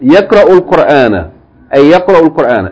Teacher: And the alif or the hamzatul wasl here is also not pronounced. So you go straight from يقرأوا، the hamza with dhamma, straight to the lam.